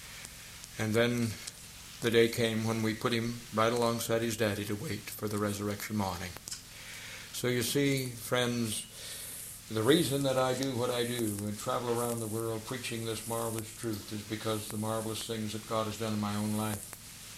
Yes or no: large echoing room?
yes